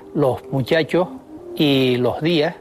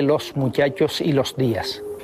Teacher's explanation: aspiran los canarios la S que aparece a final de sílaba · Shown in: first take · Así se dice en las islas, los muchachos y los días, en lugar de los muchachos y los días. · Term: aspiración